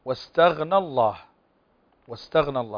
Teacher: فهنا لم ننطق الألف، لم نقل استغنى الله، قلنا استغنى الله، فهنا حذف من اللفظ ولم يحذف من الرسم.